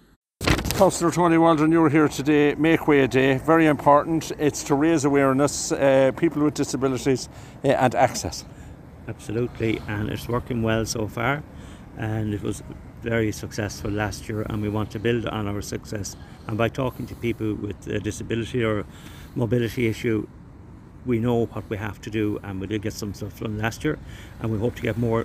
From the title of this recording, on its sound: at the Make Way Press Conference Roscommon